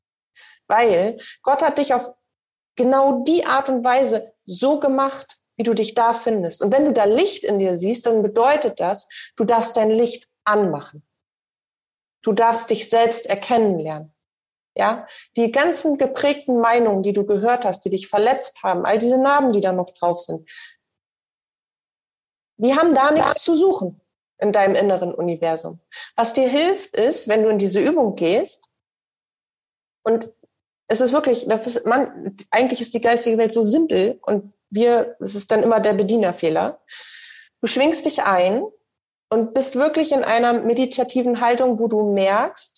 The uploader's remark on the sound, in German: Den Zusammenschnitt aus dem ersten CoachTime LIVE Call unserer SILA. Da es das Audio eines Zoom-Calls ist, bitte ich die nicht ganz so 100% reine Tonqualität zu entschuldigen.